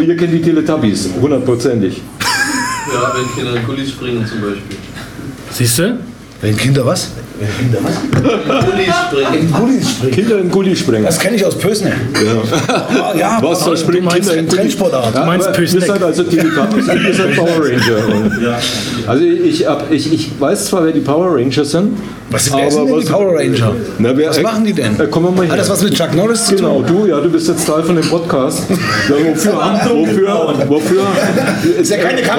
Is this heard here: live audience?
yes